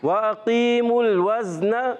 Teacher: قاف کو سین سے ملائیں گے، قاف موٹا رکھیں گے، سین سیٹی کے ساتھ باریک ادا کریں گے